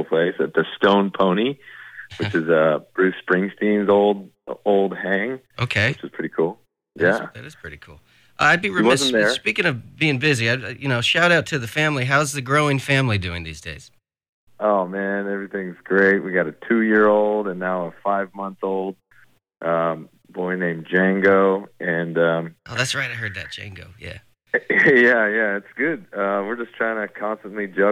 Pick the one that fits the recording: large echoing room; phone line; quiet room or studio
phone line